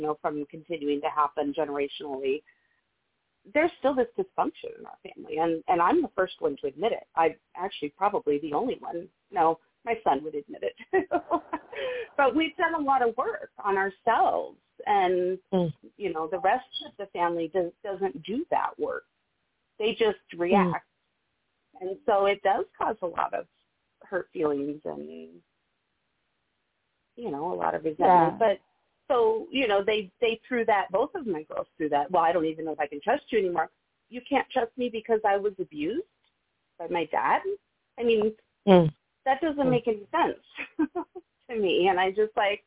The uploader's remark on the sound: Those who call in will form a panel